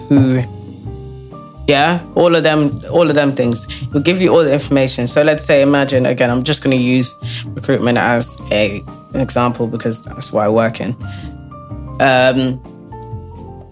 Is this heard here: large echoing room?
no